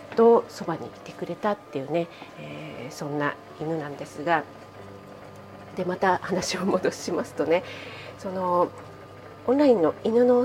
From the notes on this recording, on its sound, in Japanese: 朝食作りながらなので雑音注意です